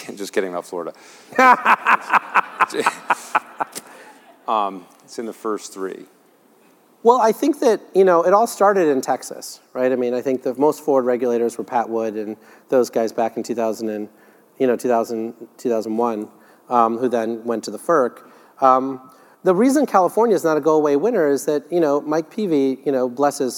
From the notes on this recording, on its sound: The best of live interviews from GreenBiz events.